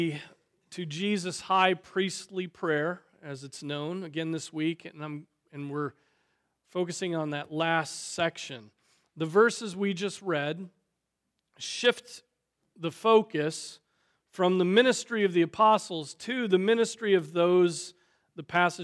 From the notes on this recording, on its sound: Preached on May 28, 2023 at Trinity Presbyterian Church (E vangel Presbytery ) in Spartanburg, SC.